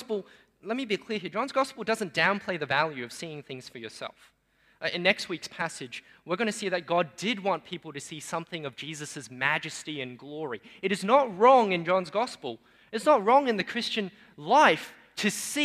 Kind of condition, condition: setting, large echoing room